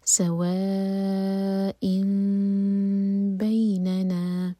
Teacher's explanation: یہاں پر جو چھوٹی میم ہے یہ تب لکھی جاتی ہے جب تنمین کے بعد نیکسٹ ورڈ با سے شروع ہو. تو سوا ان میں جو نون کا ساؤنڈ ہے وہ میم میں چینج ہوگا اور پھر ہم با پڑھیں گے · تو پڑھا جائے گا سوا ان بیننا، میم کو دو سیکنڈس ہولڈ کریں گے لیکن ہوٹوں کو ٹائٹ بند نہیں کریں گے · Term: اقلاب